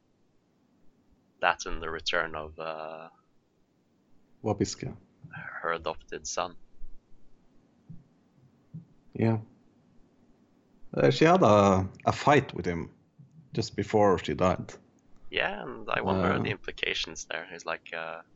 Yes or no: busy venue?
no